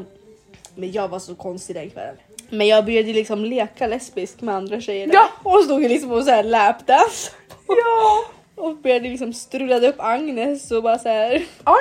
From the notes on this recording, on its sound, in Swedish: Ha i åtanke att vi nyss startat och inte hunnit införskaffa en mikrofon, därav lite halvtaskig ljudkvalitet.